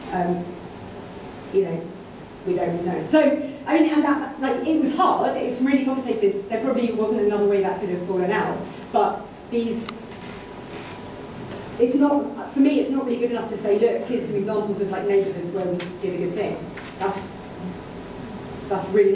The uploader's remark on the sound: The lecture delivered at the Royal Institute of British Architects